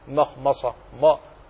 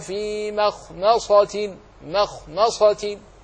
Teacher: رقق الميم كذلك من مخمصة، ميم سبقت الخاء وأخرى سبقت صادا، وكلاهما حرفان مفخمان · Shown in: second take · فما أكثر على ألسنة الناس أن يفخموها أو يفخموا واحدا منها فيقرؤون مخمصة ما، ما دمت قلت ما فقد أخطأت، لأن الحرف مرقق، ما ما هو ما، كما تقول مالك يوم الدين، وكما تقول السماء، هنا أيضا ما، مخمصة.